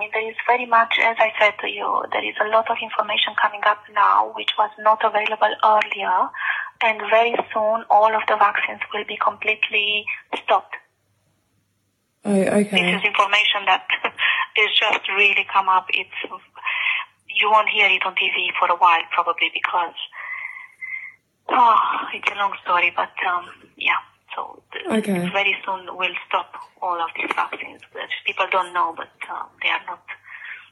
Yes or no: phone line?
yes